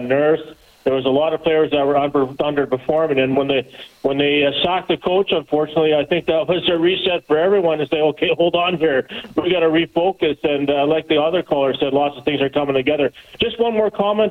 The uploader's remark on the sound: opens up the phone lines